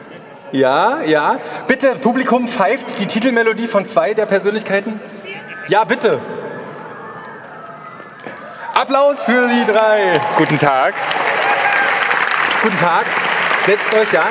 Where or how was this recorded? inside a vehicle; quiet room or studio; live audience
live audience